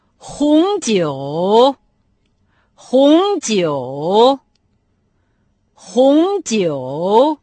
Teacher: «Хун» – прилагательное «красный», произносится со вторым тоном, а «джоу» – третий тон – это вино.